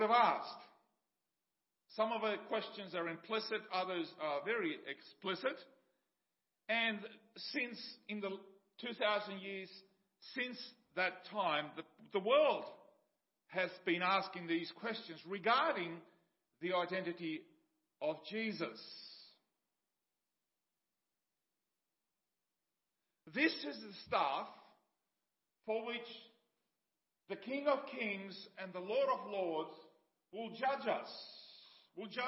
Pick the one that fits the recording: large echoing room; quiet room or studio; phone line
large echoing room